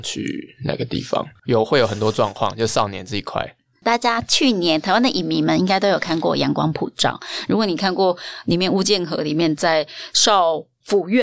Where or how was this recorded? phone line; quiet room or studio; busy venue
quiet room or studio